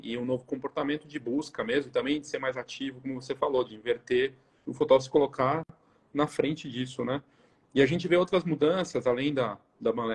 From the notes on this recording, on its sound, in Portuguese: A conversa ao vivo no Insta